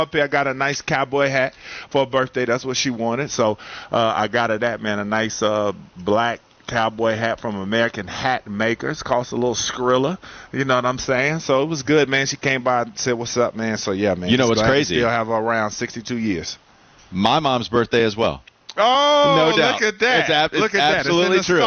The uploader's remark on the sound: The guys finish up their show live from WFNZ's Street Turkeys event.